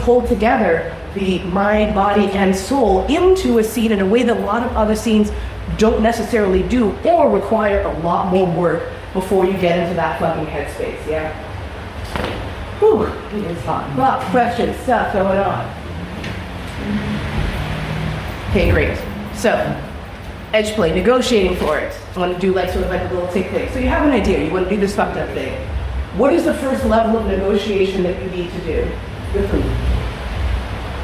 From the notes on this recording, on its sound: I'm here at the Birmingham Bizarre Bazaar in yet another lecture